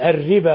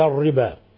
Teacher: رقق الراء يا أخي الكريم، الربا وليس الربا، لأنها مكسورة كسر خالص · Shown in: first take